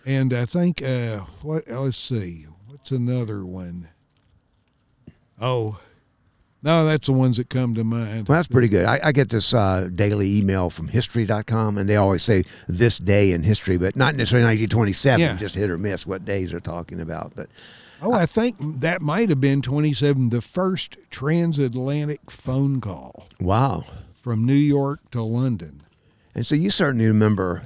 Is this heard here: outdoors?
yes